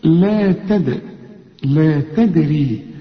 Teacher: نفسه، نفسه كلها مرققة، لا تدري، هنا الدال هنقلقلها لازم، ليه؟ الدال ما دام عليها السكون لازم تقلقل